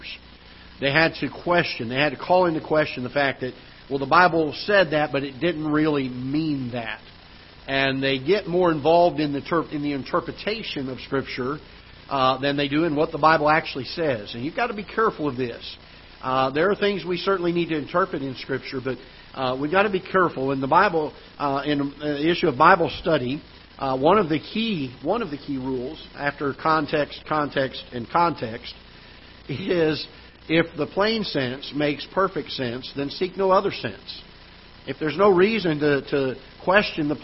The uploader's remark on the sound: Ketha Heights Baptist Church ~ Live Broadcast